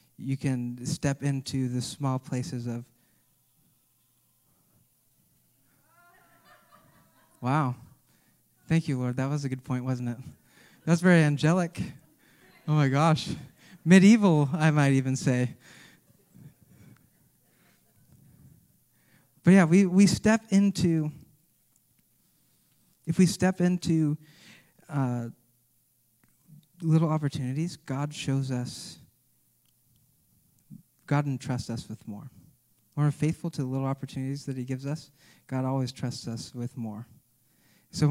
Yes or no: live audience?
yes